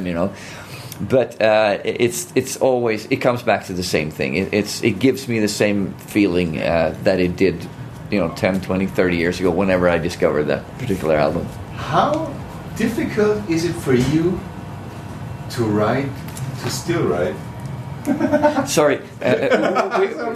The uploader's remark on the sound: just before their amazing headliner gig at the Bang Your Head Festival 2017